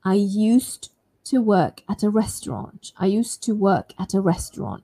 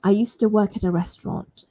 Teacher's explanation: This is our D sound. So the D sound can be dropped when it is linked with another T sound. · Shown in: second take